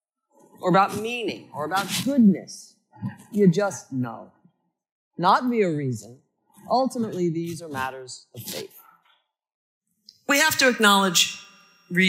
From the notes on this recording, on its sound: Recorded live at Ayn Rand Con Europe 2023.